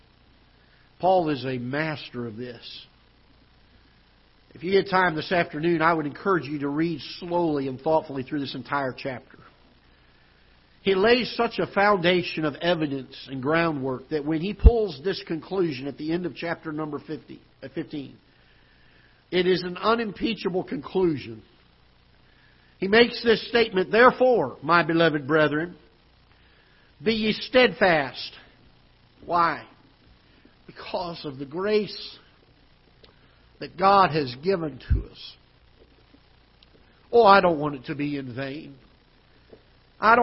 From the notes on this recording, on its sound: Ketha Heights Baptist Church ~ Live Broadcast.